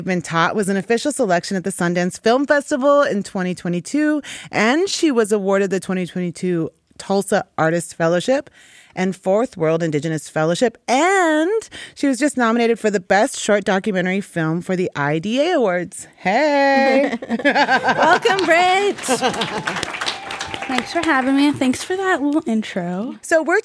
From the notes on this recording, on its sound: As part of our third episode in our series of live recordings from Santa Monica College.